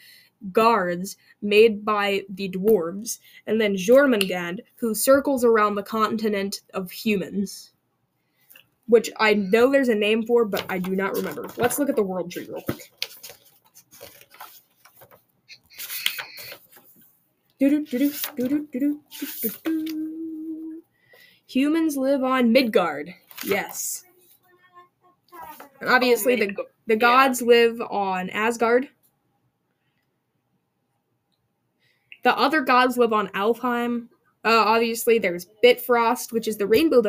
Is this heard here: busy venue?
no